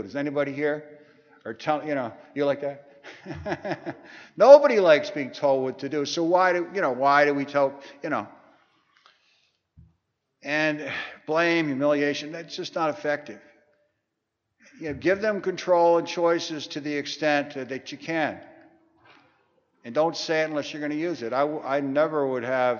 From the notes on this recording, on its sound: broadcasting from the 42nd Annual TAAP Conference (the Texas Association of Addiction Professionals)